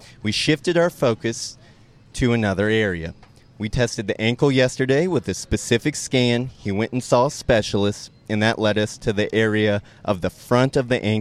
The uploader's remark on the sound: Record the podcast from training camp at Grand Park, where the Colts host the Browns in their first of two joint practice sessions ahead of their preseason exhibition.